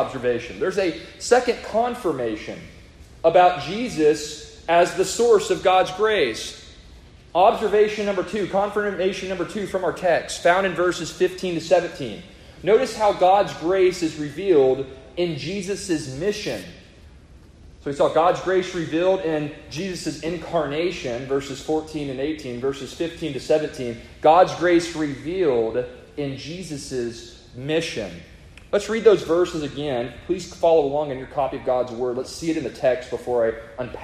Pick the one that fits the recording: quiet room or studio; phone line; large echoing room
large echoing room